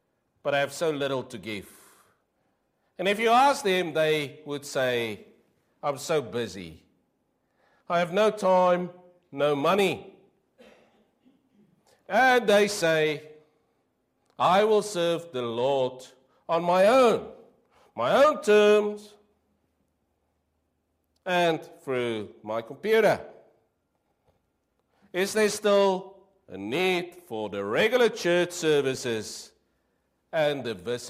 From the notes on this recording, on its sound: Preached 06/08/23 PM service